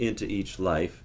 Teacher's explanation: they must use a glottal stop to begin the next word, the each